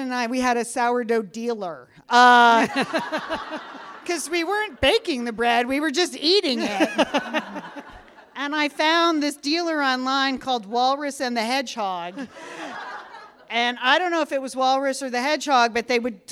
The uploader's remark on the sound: This was performed in front of a live audience at the Satellite Sisters Big Fun Weekend in Minneapolis October 14, 2023.